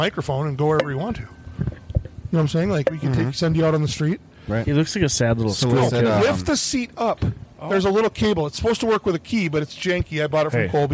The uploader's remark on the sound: We gather outside around the bonfire